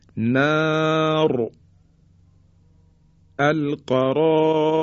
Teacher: زمانی که میخوایم را رو ساکن تلفظ بکنیم دیگه را تفخیم و درشت تلفظ میشه